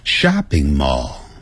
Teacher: 这 shopping mall 这声音呢在 shopping 比较高， mall 那就比较低